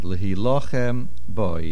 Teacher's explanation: The main accent here is on the lamed. Generally, the word is lehilochem with a tzeire and on the ches.